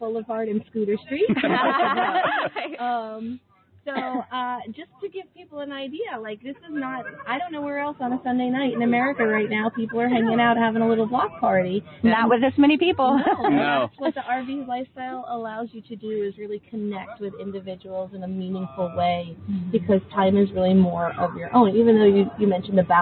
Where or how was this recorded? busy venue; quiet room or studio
busy venue